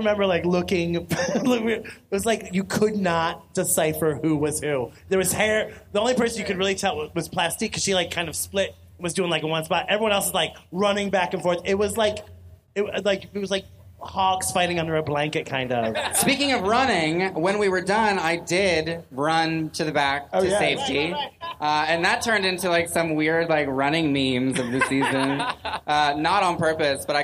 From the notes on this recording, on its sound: This week it’s an extra-special LIVE recording of the The Official RuPaul's Drag Race Podcast, recorded onstage at RuPaul’s DragCon in L.A.